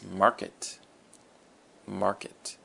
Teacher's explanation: the emphasis is on the mar. Market, the first syllable.